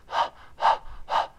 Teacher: 你发现气流出来，哈，哈，不要读呵，呵，呵，注意声带不震动